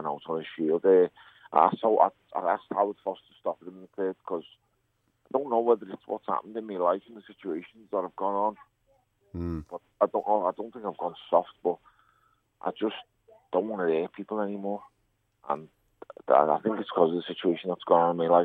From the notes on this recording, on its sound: A PHONE CALL.